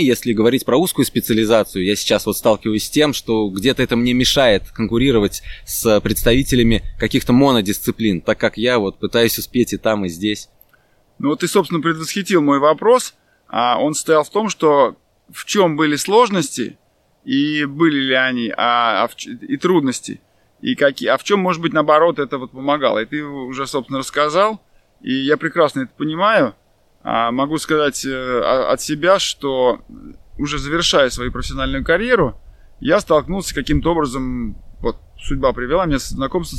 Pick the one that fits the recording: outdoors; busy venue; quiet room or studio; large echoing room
outdoors